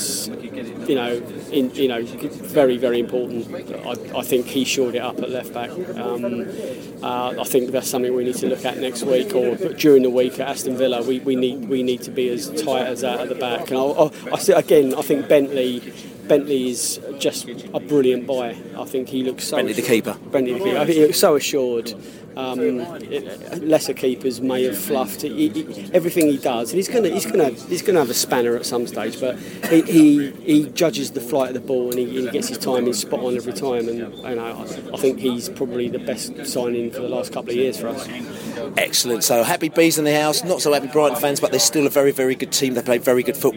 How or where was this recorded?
busy venue